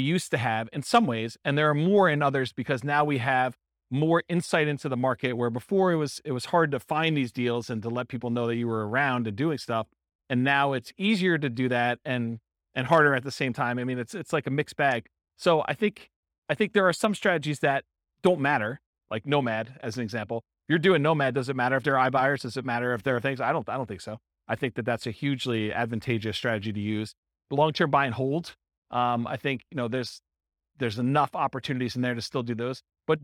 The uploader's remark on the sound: This was a live class recorded